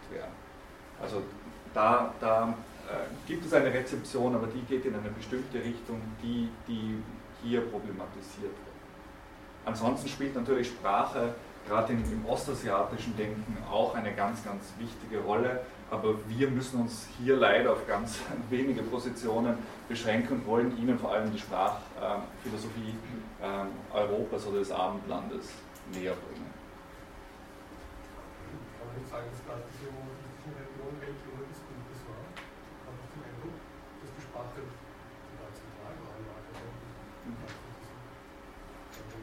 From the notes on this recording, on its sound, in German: Diese Vorlesung wurde von Studierenden aufgenommen